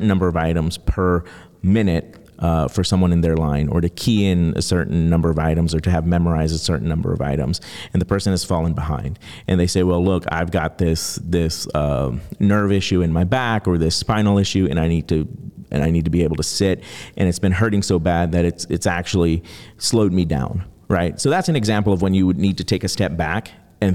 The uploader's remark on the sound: recorded at the firm’s national Workplace Strategies seminar